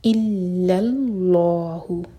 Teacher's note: اللہ تعالیٰ کے نام میں جو لام ہے بیچ میں، لام پر شدہ ہے، اور جب شدہ ہوتا ہے تو وہاں پر دو لیٹر چھپے ہوتے ہیں، ایک ساکن والا اور ایک حرکہ والا. تو الا کا جو الف تھا وہ گر جائے گا، تو ہم لام کو لام سے جوڑیں گے، اللہ.